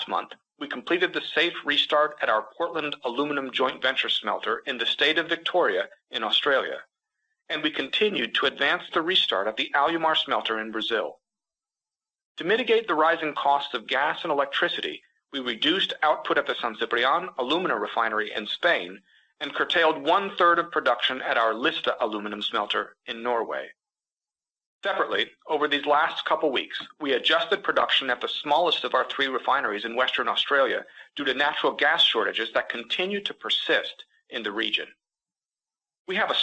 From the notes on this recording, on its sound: This week’s episode features highlights from Alcoa’s Q4 2022 conference call.